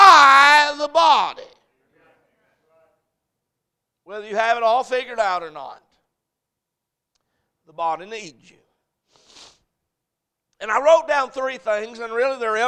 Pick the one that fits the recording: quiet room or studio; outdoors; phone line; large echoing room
large echoing room